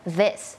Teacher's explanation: มันไม่ใช่ดอเด็กอย่างเดียวมันมีความสั่นนิดนึงแล้วก็มีลมออกมานิดนึง